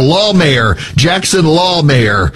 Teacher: put heavy emphasis on law in the first syllable of the last name